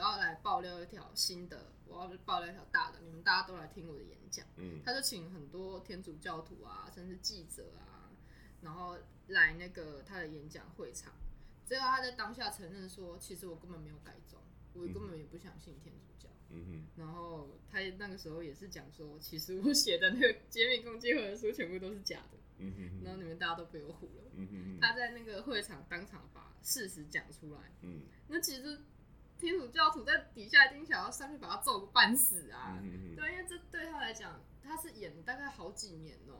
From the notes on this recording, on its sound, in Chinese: 本次錄音是在一般辦公空間進行，可能有小雜音跟馬路上的喇叭聲，絕對不是在做效果。